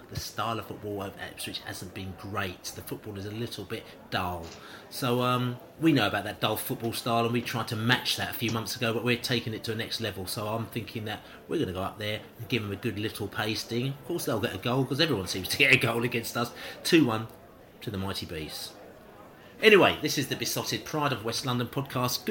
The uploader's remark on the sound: Pre-Match Podcast From The Pub